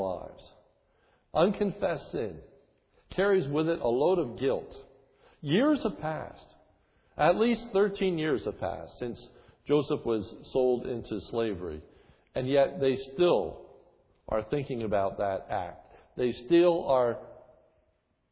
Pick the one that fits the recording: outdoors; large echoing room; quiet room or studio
large echoing room